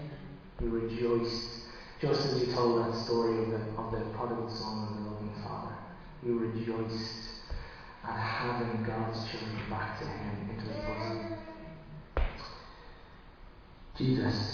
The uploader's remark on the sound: Recorded live at Liberty Church on 13 September 2020.